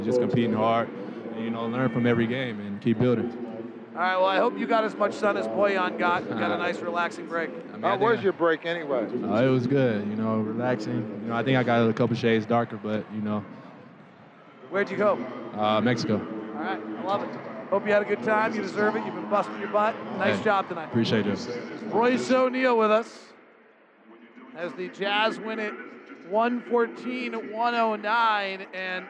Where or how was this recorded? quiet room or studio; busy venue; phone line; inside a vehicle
busy venue